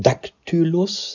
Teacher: Dak betont, Tylus unbetont.